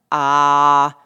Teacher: det ligger sådan langt og lidt mast nede i munden. Hvis I så sætter et i foran, så I siger, ja, ja, så kan I mærke, at lyden kommer længere op i hovedet.